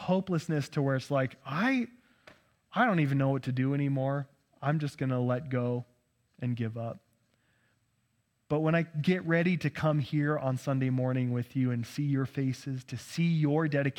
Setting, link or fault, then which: setting, large echoing room